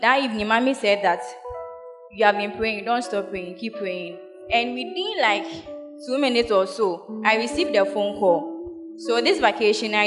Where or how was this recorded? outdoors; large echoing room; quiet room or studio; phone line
large echoing room